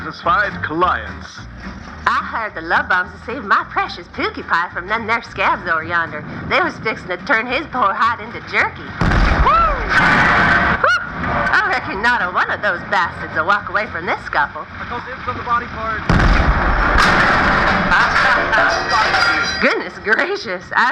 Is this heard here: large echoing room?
no